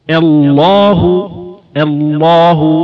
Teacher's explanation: نرقق الهمزة ونفخم اللام بحيث لا يصل الترقيق إلى حد الإمالة